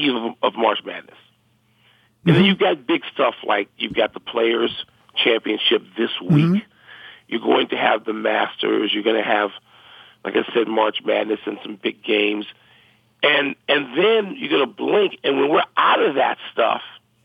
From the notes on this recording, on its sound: phones